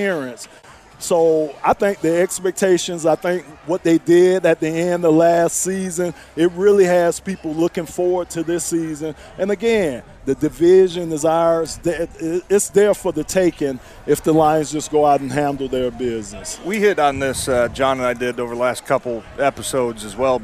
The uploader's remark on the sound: Live From Lions Training Camp